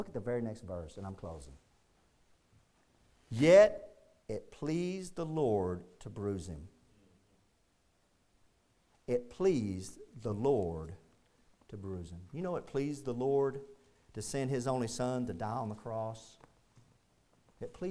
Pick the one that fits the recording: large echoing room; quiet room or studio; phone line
large echoing room